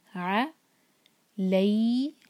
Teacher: عین کو حلق سے نکالیں گے، ع ایک حرکہ. اس کو منہ بھر کر نہیں پڑھنا، عین جو ہے لائٹ لیٹر ہے. ع لئی، یہ ہے مد لین، لام کا فتحہ یا سے جڑ رہا ہے.